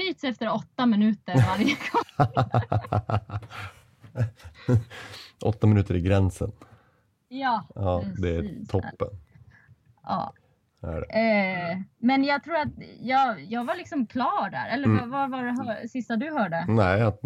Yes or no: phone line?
yes